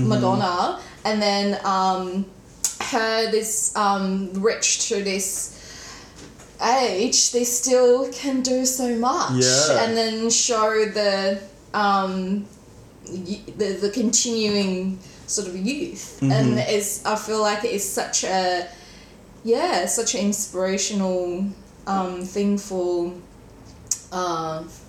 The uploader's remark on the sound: As this episode was recorded in my kitchen, there were some unavoidable background noises.